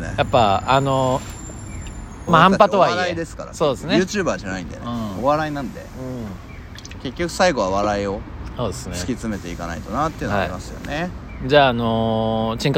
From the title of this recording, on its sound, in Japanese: 桜舞い散るK園で収録